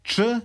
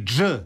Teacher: Jedan se ostvaruje kao zvučni, glasnice titraju, drugi kao bezvučni. Dakle, imamo č, to je bezvučni, i dž, to je zvučni